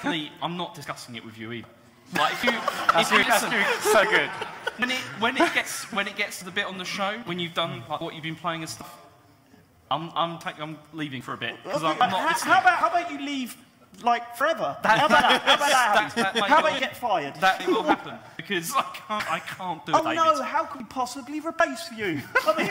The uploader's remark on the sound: The Computer Game Show Live. Unfortunately due to unforeseen technical difficulties during recording, the sound on this is awful. This show was recorded live at EGX Rezzed 2018.